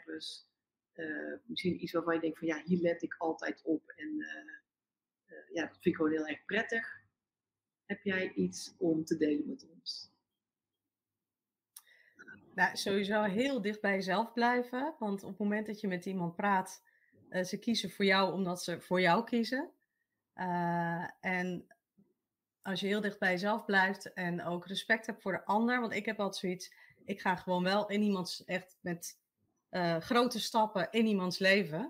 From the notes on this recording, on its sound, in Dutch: opgenomen op 2 verschillende locaties met de bijbehorende wisselende audio-kwaliteit